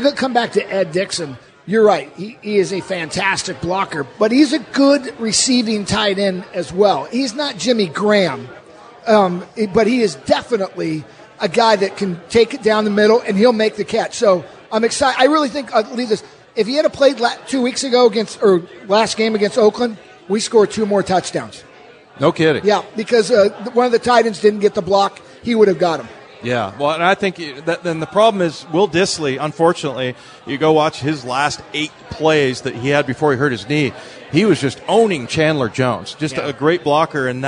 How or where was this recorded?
busy venue